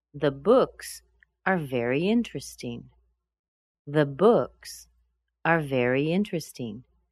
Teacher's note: books is very strong because that's the noun. Now, interesting is no longer with a noun, so it's a little bit higher.